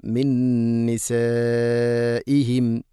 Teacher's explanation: ഇവിടെ ഓതിപ്പോകുന്ന സമയത്ത് ഹഇൻ്റെ ഉച്ചാരണമാണ് പ്രത്യേകം ശ്രദ്ധിക്കുന്നത്. ഹ ഇ ഹംസ, നിസ ഇഹിം എന്നതിലെ ഹംസ, ഹ ഇവയൊക്കെ തൊണ്ടയുടെ ഏറ്റവും താഴെ ഭാഗമാണ്. കൃത്യമായിട്ട് അത് ശബ്ദത്തിൽ കൊണ്ടുവരണം.